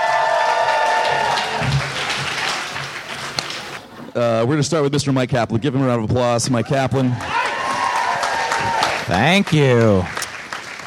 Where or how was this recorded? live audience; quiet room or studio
live audience